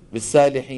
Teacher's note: بعض أخواننا العجم ما بيحسن يفخم الصاد، شو بيقولوا؟ بالسالحين